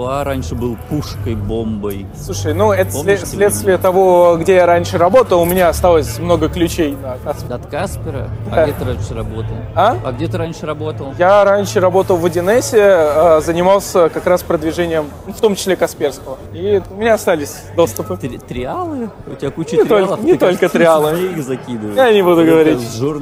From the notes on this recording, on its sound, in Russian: Почему у нас опять странный звук на фоне.